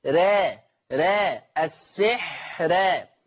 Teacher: قرأ ورش بترقيق الراء وصلا في لفظ السحر الآية 102. أما وقفا فهي مرققة للجميع، لجميع القراء، السحر السحر، فهي مرققة للجميع.